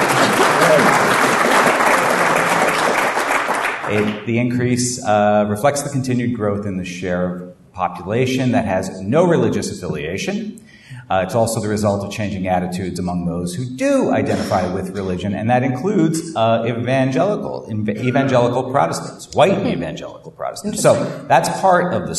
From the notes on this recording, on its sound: Live from CSICon 2017.